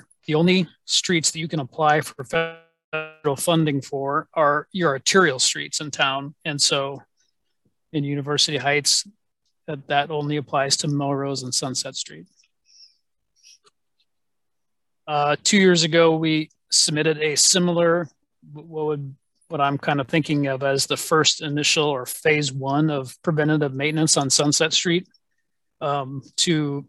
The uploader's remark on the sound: was held on Zoom